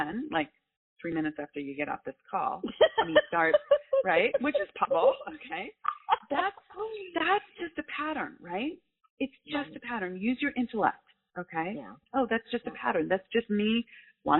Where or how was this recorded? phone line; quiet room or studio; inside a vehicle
phone line